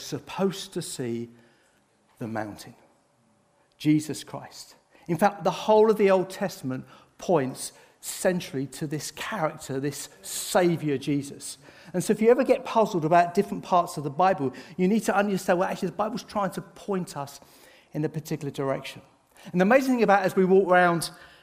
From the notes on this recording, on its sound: This sermon was recorded on Sunday 9th July 2023 at our Putnoe venue.